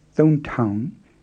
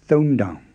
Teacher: After the same numbers, thon, le, nga, and ko, instead of town with a T sound, you voice it and say down with a D sound. · Shown in: second take · Not thon town, but thon down, and so on. · Term: voicing